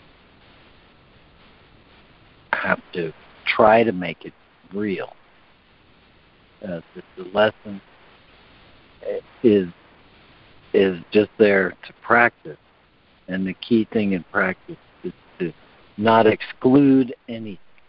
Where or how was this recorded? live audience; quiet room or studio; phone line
phone line